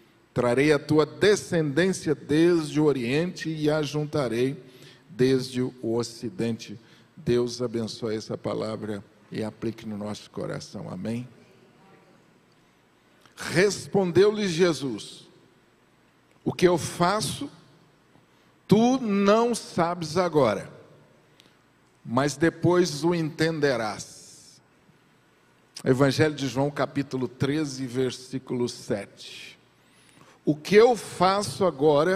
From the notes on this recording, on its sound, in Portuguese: Culto AO VIVO Igreja Presbiteriana da Penha